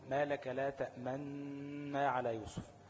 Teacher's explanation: مع الإشمام، يعني هتضم شفتك وأنت بتنطق النون كأنك هتجيب ضمة بس ما تظهرش في النطق. يعني بقول ما لك لا تأمنا على يوسف، لو حطيت ايدي قدام شفتي مش هتاخد بالك ان انا ضميت، ماشي؟